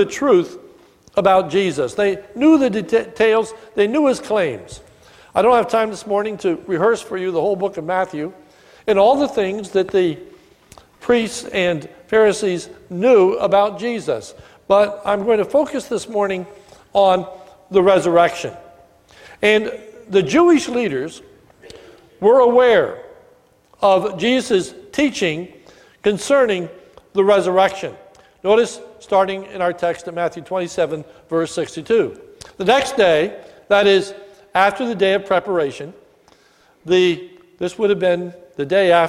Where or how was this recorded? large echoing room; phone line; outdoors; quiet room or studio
large echoing room